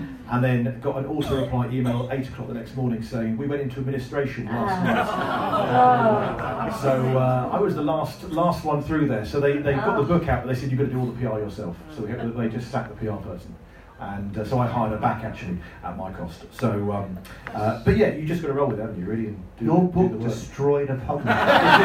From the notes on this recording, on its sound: Recorded live at The Star Inn with Guildford Fringe. It's a new thrice-yearly hybrid comedy night meets book festival.